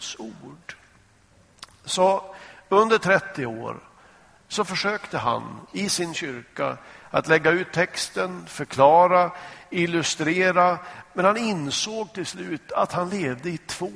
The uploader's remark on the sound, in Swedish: Inspelad i Smyrnakyrkan, Göteborg.